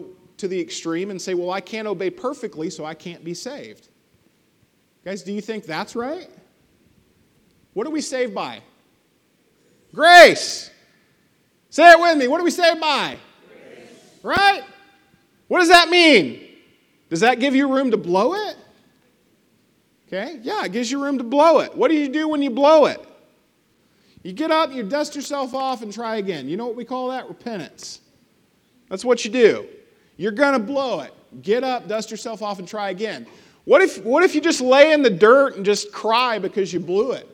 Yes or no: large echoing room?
yes